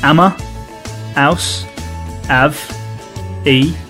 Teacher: One of the key features of the Cockney English accent is the dropping of the H sound at the start of many words.